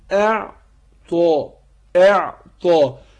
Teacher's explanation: شوف بحقق الهمزة إزاي، تخرج من أقصى الحلق ومرققة